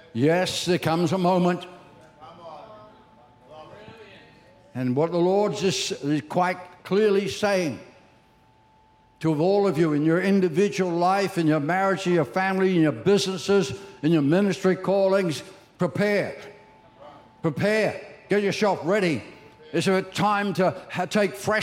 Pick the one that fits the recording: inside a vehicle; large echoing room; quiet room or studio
large echoing room